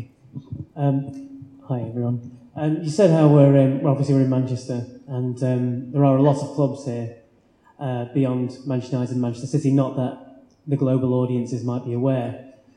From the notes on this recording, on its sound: The Blizzard Live At The National Football Museum (2nd Half). Live Q&A event held at the National Football Museum as part of the Manchester Football Writing Festival. Apologies for the poor sound quality - we were unable to take a direct feed from the microphones and so had to bodge a compromise, and would rather bring you some audio than none at all.